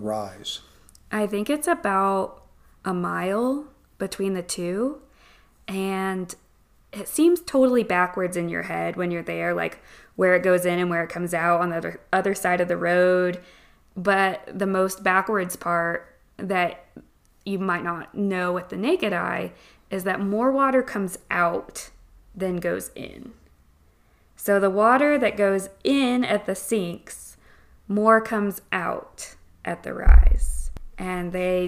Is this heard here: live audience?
no